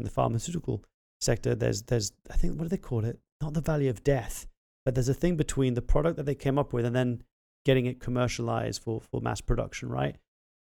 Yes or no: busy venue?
no